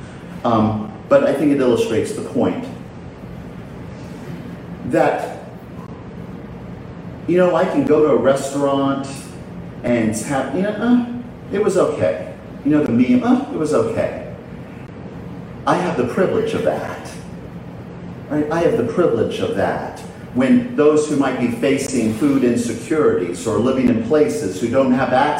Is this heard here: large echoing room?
yes